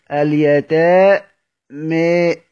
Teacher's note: حرف الميم. اليتاء مي بميل الميم، والألف اللي بعد الميم بتكون تابعة للإمالة بتاعت حرف الميم · Term: الإمالة